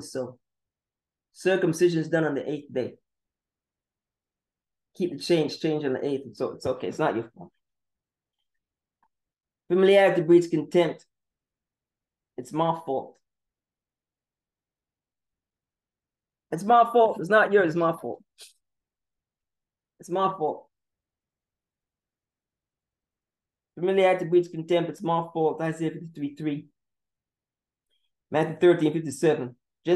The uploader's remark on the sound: The Wi-Fi was jamming cohost mic was not working feed chipping out for those watching in the visual, and of course, right after taping, all was okay.